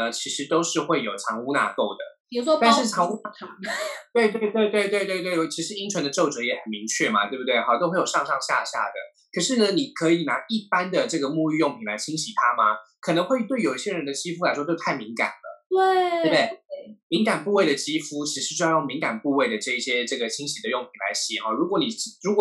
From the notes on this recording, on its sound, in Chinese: 本集採遠距錄音，因網路問題，時有斷訊、音訊不良或是雜音狀況產生